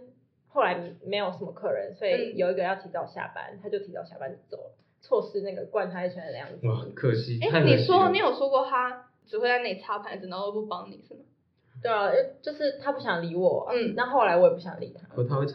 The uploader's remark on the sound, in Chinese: 音量也越來越大。耳機用戶可能會因我們收音設備不足導致收聽品質下降。